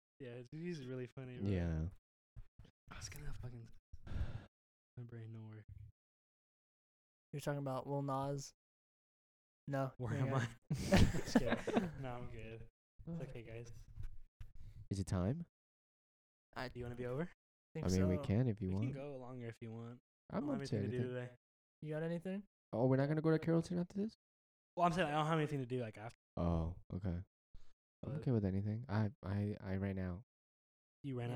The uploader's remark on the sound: We're really sorry about the video and audio issues this week, we're still getting the hang of this.